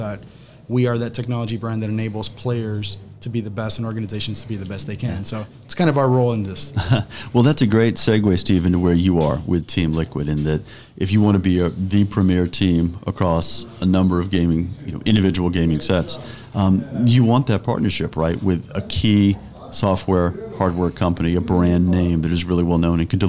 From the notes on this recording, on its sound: This week’s episode was recorded live at CES 2020.